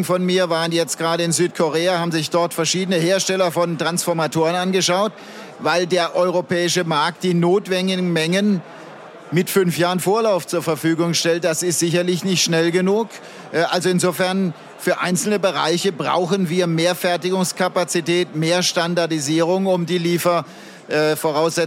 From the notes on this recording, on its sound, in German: Podcast-Sonderfolge, die auf dem Handelsblatt-Energiegipfel in Berlin aufgenommen wurde.